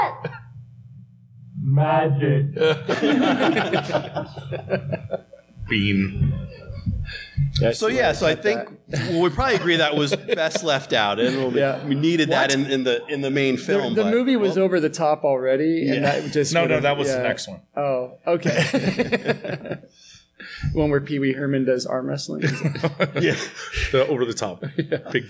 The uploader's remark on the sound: Live from The Indy Fringe Theater in Indianapolis,.